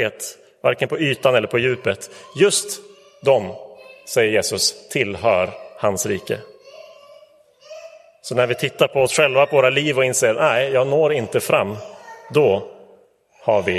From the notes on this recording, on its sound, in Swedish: Inspelad i Roseniuskyrkan den 26 november 2023.